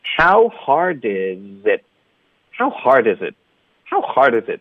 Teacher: almostlike 哈尔滨。很多的学生有时候会省这个啊的音，就直接 hard，就是不张嘴，要张嘴。hard 跟 is it 要连读，那就是 hard isit， how hard isit？ it 的特呢要省略，导致一个停顿